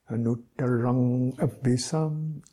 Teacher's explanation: So the ab is short because the BH is actually one consonant. So it's not two consonants.